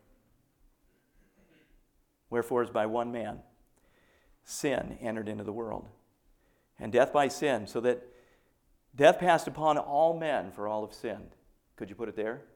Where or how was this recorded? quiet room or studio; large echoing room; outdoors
large echoing room